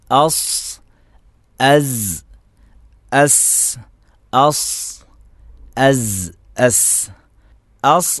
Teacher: അസ് അസ് അസ് അസ് അസ് അസ് അസ് എന്ന് പറയുമ്പോൾ അസ് എന്ന് ചുണ്ട് ചേർത്തുകൊണ്ട് പറയരുത്. ചുണ്ട് യാതൊരു നിലക്കും സ്വാദിൻ്റെ ഉച്ചാരണത്തിൽ വരുന്നില്ല.